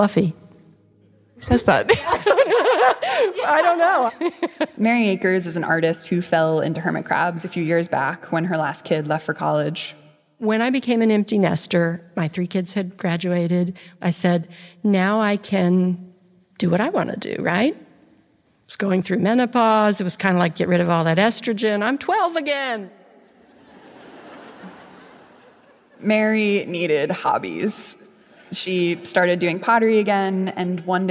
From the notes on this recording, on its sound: A story she told live on stage at Pop-Up Magazine. As a part of their Fall of 2022 tour.